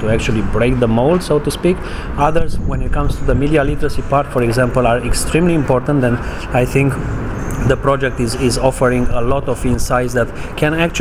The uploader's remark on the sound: We have mics on the Mediadeldom final conference (Panel 1) discussing the results of the project and its impact on the media governance.